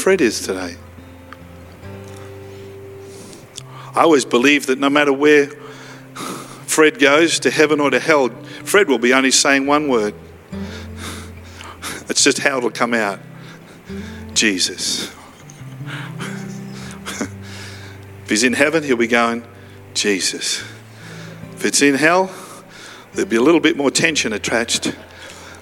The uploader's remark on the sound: live at Freshwater Church on Good Friday the 15th of April 2022